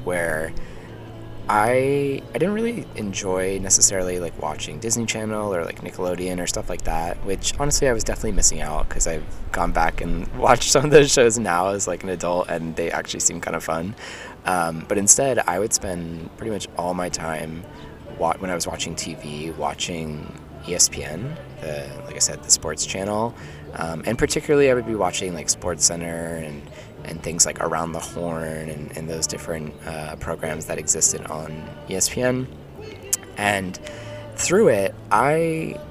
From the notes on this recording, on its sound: we're live from Prospect Park baby !